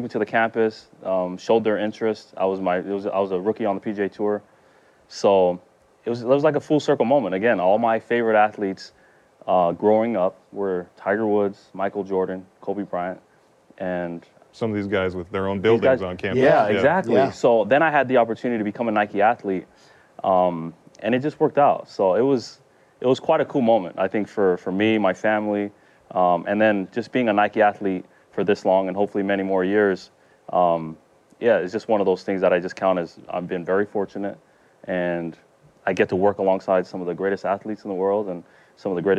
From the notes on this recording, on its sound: This episode was recorded at ComplexCon a few weeks back